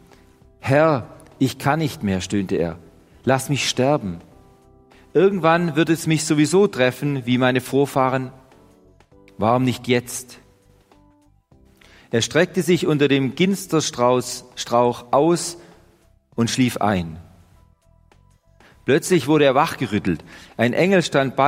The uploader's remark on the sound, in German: Die Predigt aus dem Gottesdienst. Evangelische Gesamtkirchengemeinde Marschalkenzimmer-Weiden.